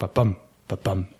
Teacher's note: with an unaccented syllable followed by an accented syllable